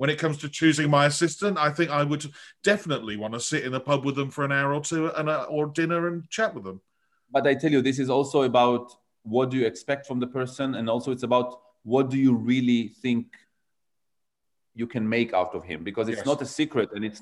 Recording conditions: video call